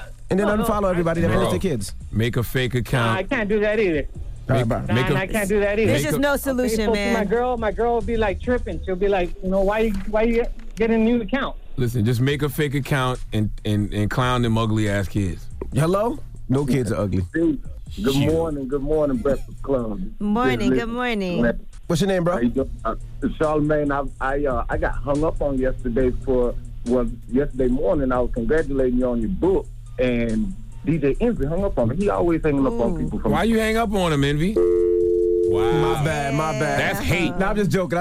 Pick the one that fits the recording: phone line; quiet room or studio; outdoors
phone line